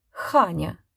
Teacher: выговаривалось с придыханием почти на «х»